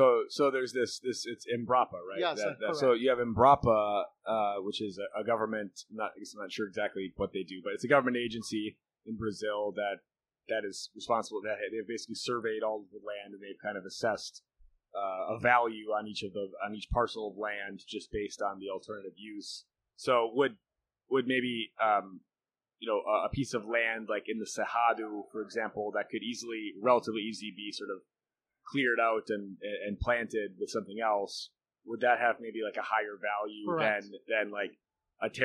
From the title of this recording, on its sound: Onsite at Consensus 2023